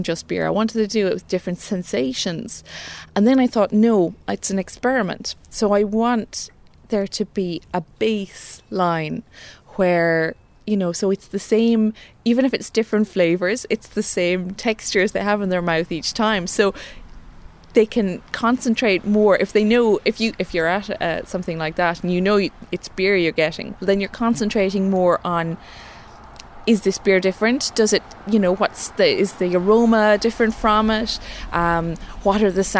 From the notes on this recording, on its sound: at the HearSay Festival that was held in Kilfinane, Co Limerick in November 2015